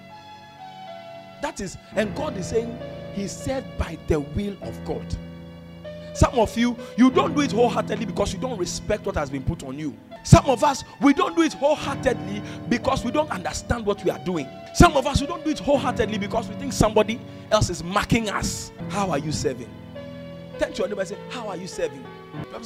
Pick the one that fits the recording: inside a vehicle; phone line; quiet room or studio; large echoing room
large echoing room